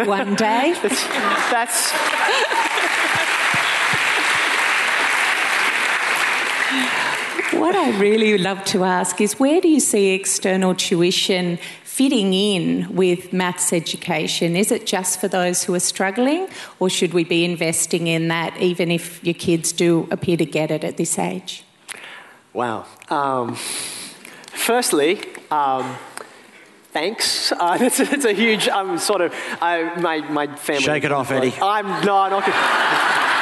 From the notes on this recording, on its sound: A special episode recorded live at the University of Sydney.